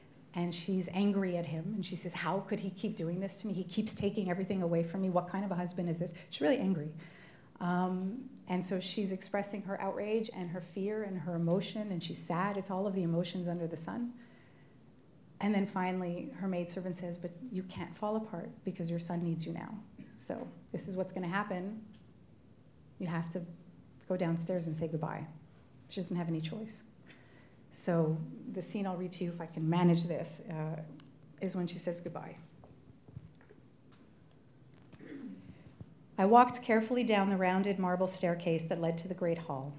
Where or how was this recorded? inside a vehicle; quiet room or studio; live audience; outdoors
live audience